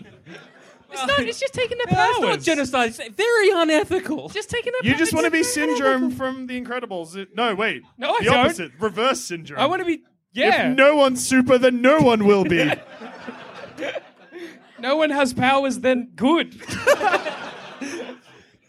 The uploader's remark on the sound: Did a live show. In Sydney.